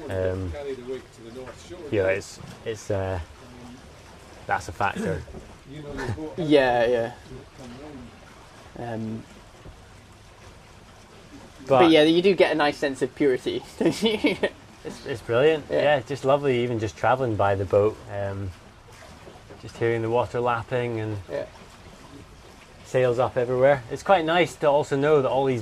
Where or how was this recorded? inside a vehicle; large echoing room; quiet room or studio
inside a vehicle